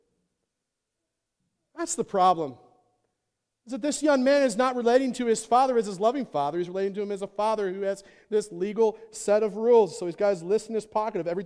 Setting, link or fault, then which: setting, large echoing room